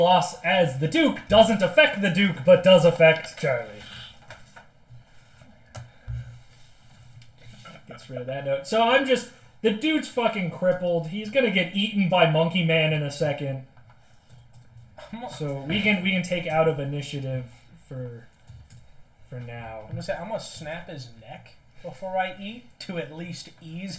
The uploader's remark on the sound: The full unedited audio of our second session, be warned that the audio is unbalanced. We are still working on the mic problems.